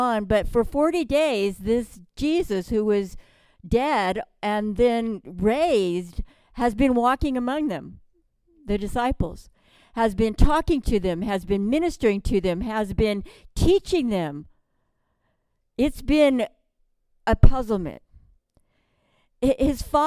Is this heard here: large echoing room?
yes